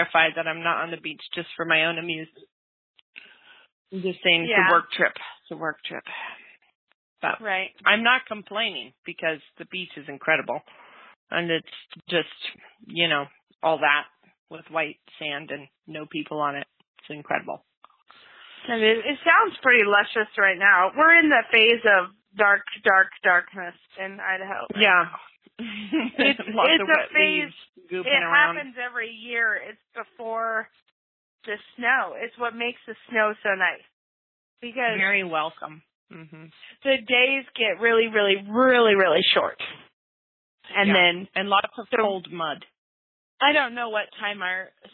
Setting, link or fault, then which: link, phone line